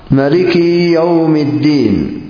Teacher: وأشبع نافع كسرة الكاف فقرأ مليكي يوم الدين، يعني إشباعا يزاد في الحركة شيئا ما فيتولد من ذلك الإشباع حرف